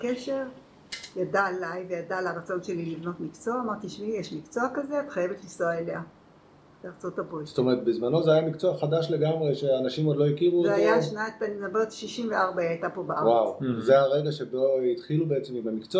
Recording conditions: poor microphone